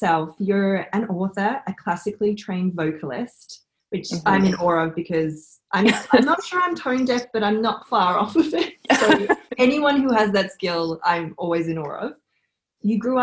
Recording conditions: video call